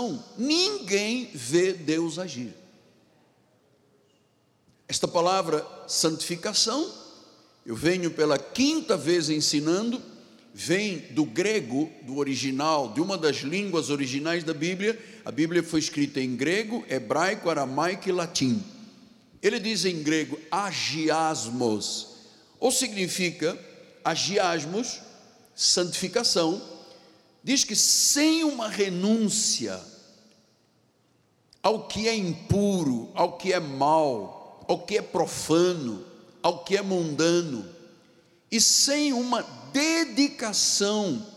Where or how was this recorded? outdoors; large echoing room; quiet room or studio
large echoing room